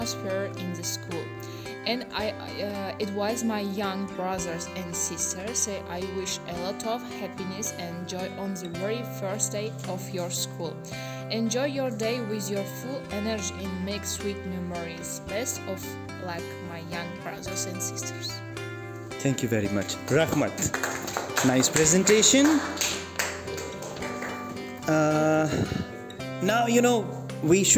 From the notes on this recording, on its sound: This episode has narrations by students of IFS Section 4. The recording was done in class.